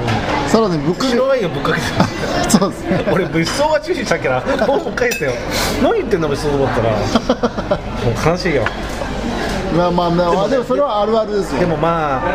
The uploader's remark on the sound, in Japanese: サイゼリアにて収録です。